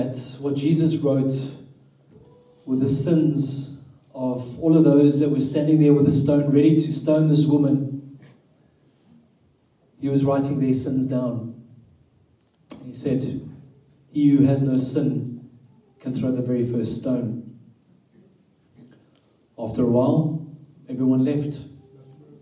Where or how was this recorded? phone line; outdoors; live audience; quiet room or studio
live audience